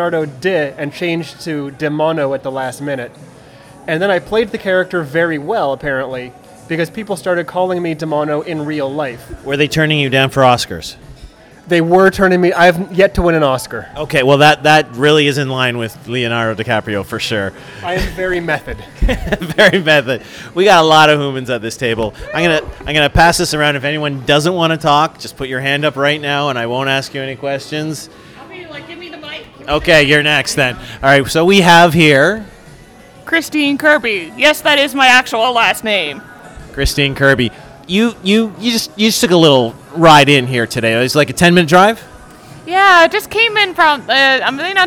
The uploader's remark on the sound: Fan Expo 2017. On this special episode I brought a mic to dinner.